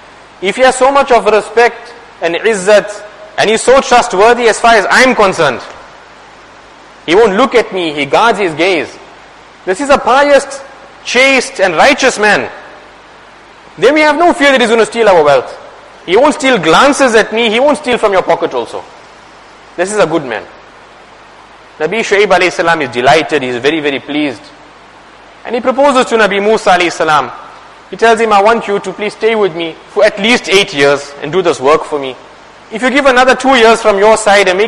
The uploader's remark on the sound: Jumuah lecture